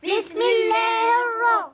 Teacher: لام شمسية مضغمة لا تنطق